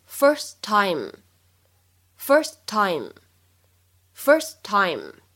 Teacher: first time 这个时候呢，当中存在一个非常明显和清晰的失去爆破 · IPA: /ˈfɜː(r)st.taɪm/